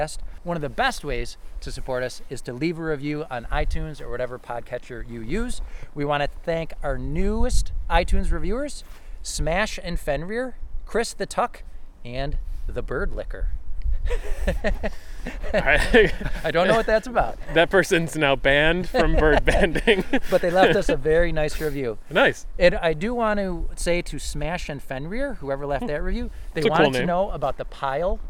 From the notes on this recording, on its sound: This episode was recorded on January 22, 2022 at Chestnut Ridge County Park in Orchard Park, NY.